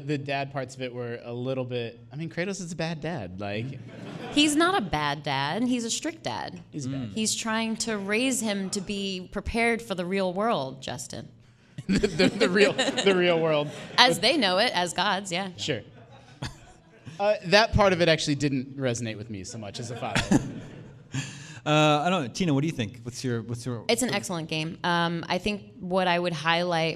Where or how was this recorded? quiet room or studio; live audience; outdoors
live audience